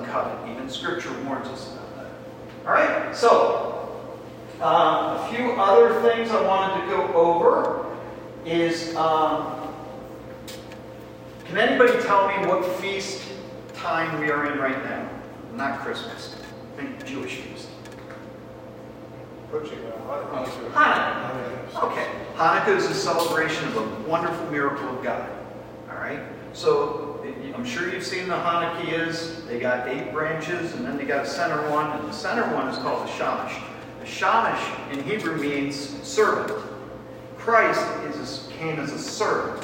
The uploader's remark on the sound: This is a recording of a Men's event we did before Christmas 2023. The Audio is not our highest quality.